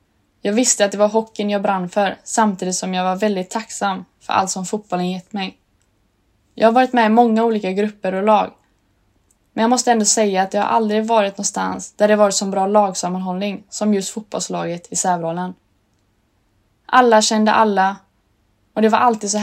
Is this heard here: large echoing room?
no